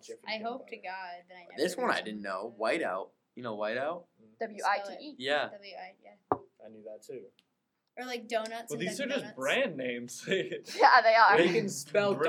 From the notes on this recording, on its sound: This one got messed up while recording, and kind of sounds like it was recorded inside of a vacuum cleaner. I did my best to clean it up while editing, but it's still rough.